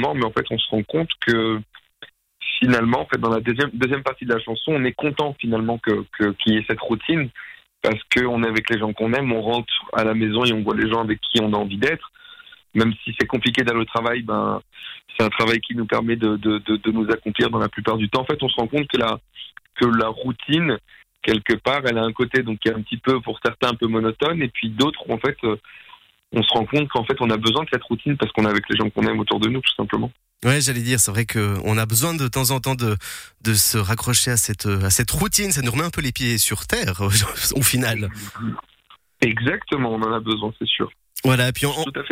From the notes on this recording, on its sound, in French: On a passé un moment au téléphone